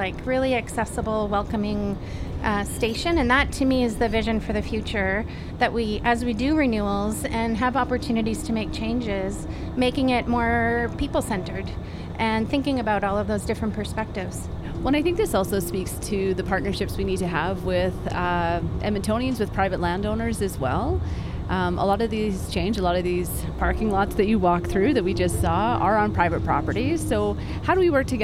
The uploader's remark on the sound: Speaking Municipally ON A TRAIN. Recorded on the Valley Line Southeast LRT!